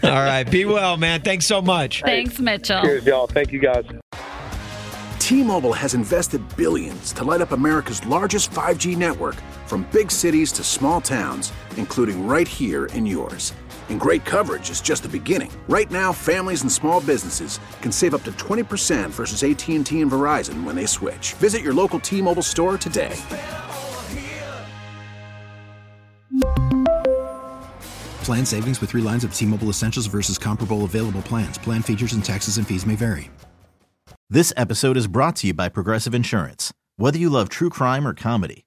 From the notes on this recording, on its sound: Called in to play a round of One's Gotta Go before his round of golf!